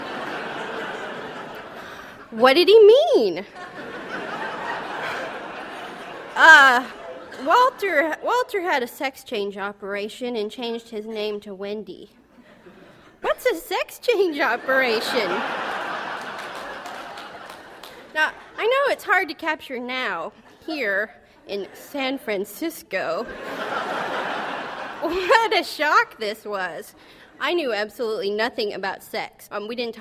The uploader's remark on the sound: This show was recorded in front of a live audience at the Yerba Buena Center for the Arts in San Francisco, with help from KQED-FM, during the 1998 Public Radio Conference in San Francisco.